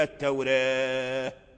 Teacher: التوراة هذه قراءة الفتح، وجه الفتح هذا التوراة، وجه التقليل التوراة، ترقيق الراء وإمالة الألف إلى جهة الياء